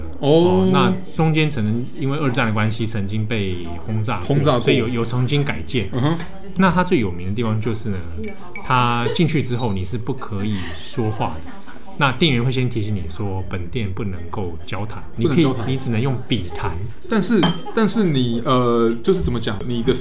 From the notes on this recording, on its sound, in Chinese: 本集白噪音指數：北風級 4/5。錄音地點：直物文具 Café。